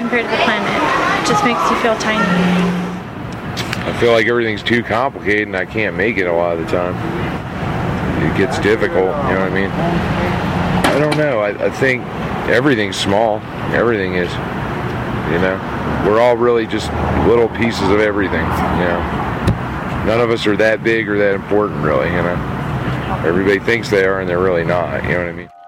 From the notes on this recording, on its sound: On a field trip to Albuquerque. Stood on the street with a tape recorder, asking strangers.